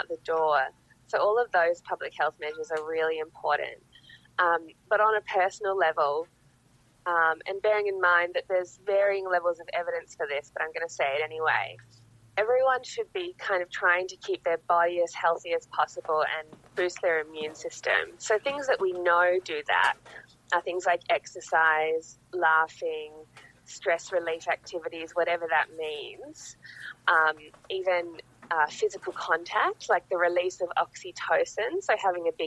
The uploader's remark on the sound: recording via a facebook messenger call and a blutooth speaker up against a microphone